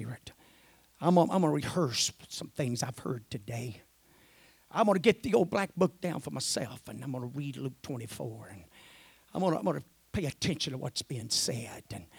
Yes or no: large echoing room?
yes